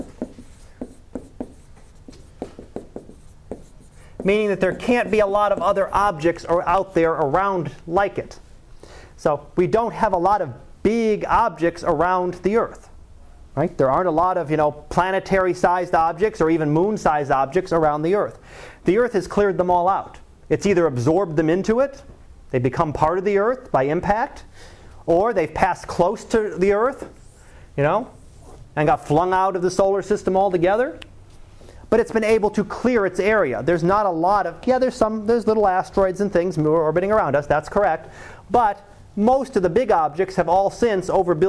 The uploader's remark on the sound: Live Class Lecture